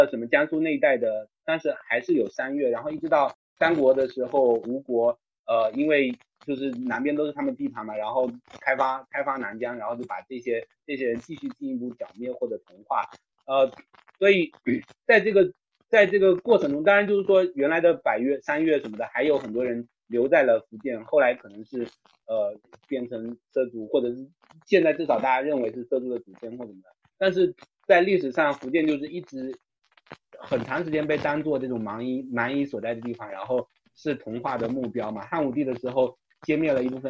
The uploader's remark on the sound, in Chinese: 音质依然抱歉。